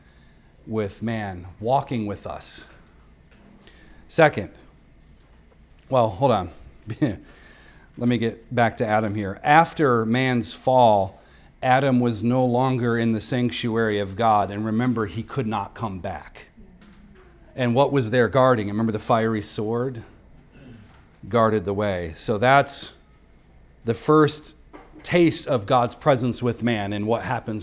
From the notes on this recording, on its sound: recorded on Sunday, December 17th, 2023, at the weekly worship gathering of Cross & Crown Church.